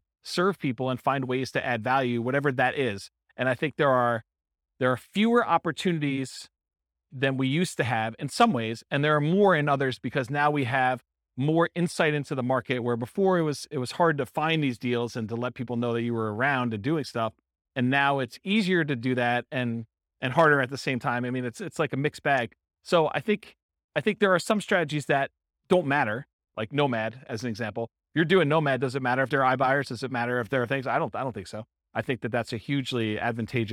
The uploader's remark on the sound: This was a live class recorded